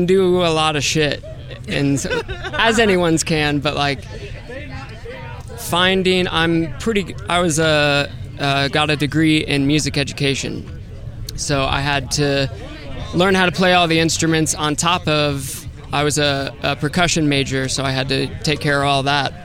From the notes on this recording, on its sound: We're back live from the lot at Dick's.